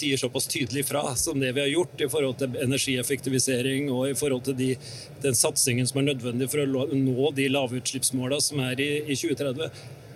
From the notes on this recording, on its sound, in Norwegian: Live fra Bygg Reis Deg. Live fra en av messehallene på Lillestrøm.